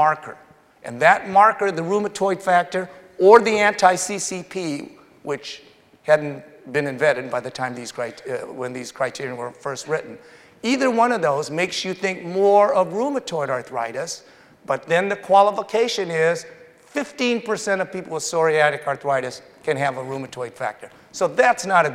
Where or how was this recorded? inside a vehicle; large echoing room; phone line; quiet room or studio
large echoing room